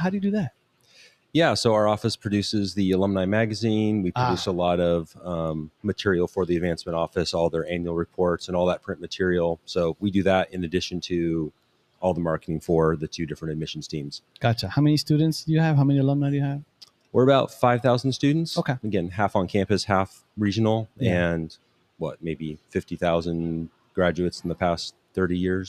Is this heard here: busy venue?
yes